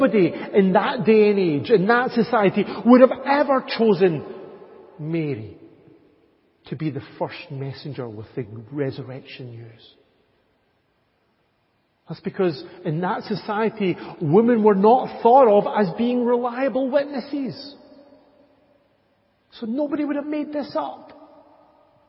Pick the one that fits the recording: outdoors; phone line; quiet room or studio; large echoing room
large echoing room